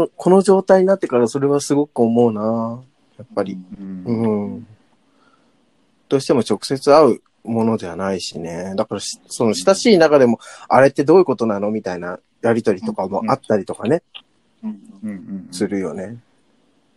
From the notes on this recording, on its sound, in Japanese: 最初から二人のタイミングがずれずれのリモート収録です